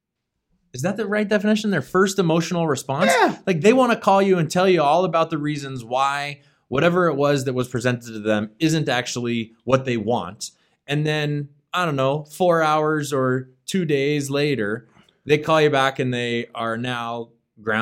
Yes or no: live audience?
no